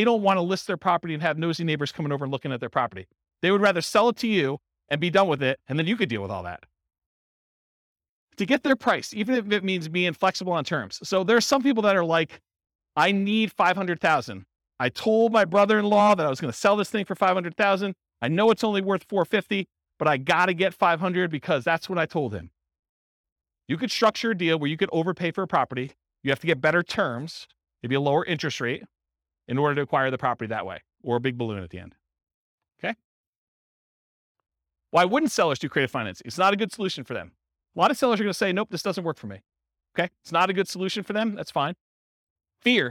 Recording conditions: live audience